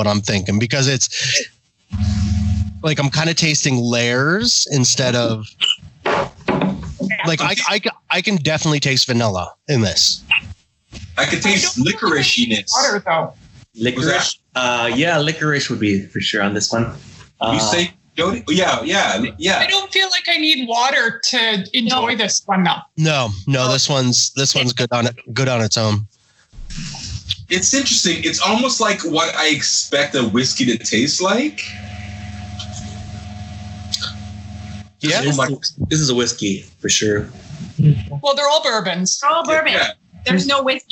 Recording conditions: poor sound quality